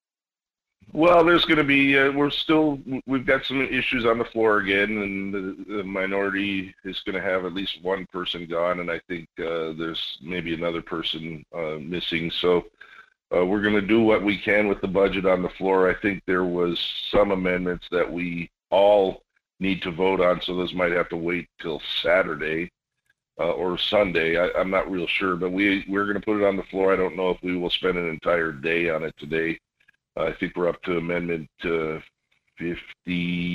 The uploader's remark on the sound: With no guests today I decided to just throw the phone lines open from the very beginning and start with any of your phone calls.